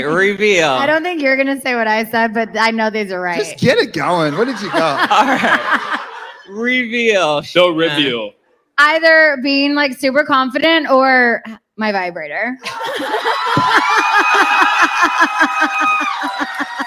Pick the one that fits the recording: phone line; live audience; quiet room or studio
live audience